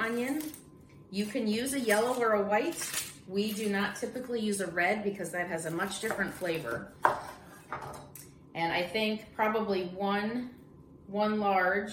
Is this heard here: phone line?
no